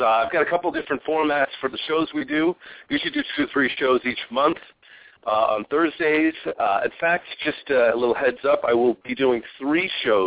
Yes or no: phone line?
yes